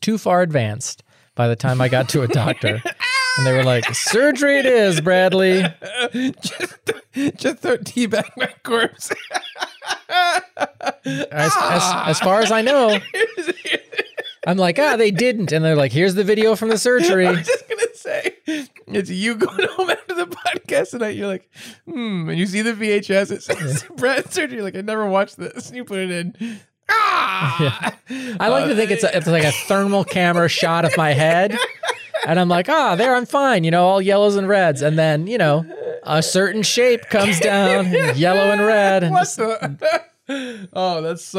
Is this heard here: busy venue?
no